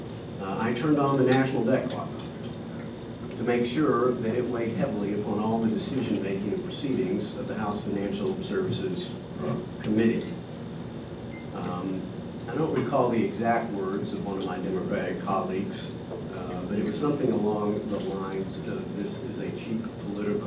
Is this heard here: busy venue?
yes